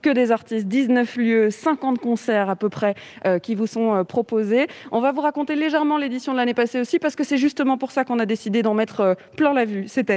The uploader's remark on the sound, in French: Bruxelles vit ! – Depuis le festival Francofaune.